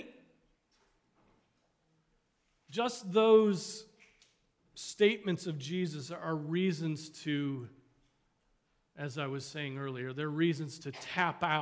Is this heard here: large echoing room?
yes